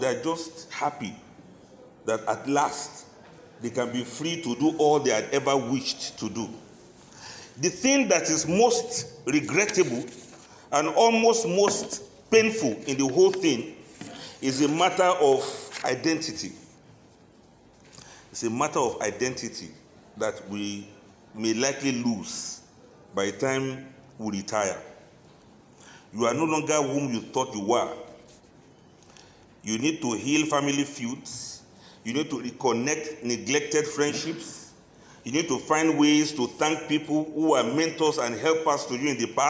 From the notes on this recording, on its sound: This lecture was presented at a workshop organized by the Abuja Enterprise Agency (AEA), Abuja on 8 February 2022. The workshop was organized as pre-retirement training for civil servants and senior citizens.